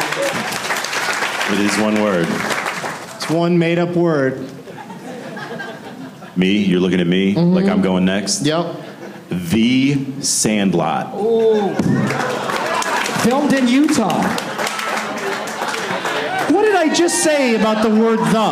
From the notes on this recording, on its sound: Live from Wise Guys in Salt Lake City